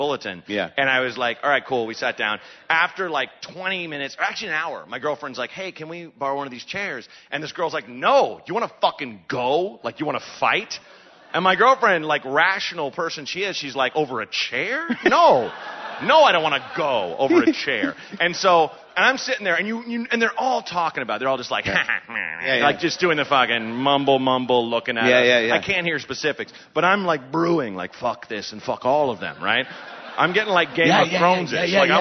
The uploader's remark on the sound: Live from Vancouver